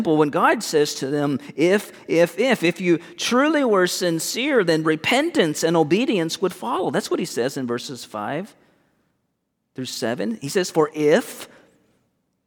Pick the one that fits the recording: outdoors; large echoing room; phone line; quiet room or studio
large echoing room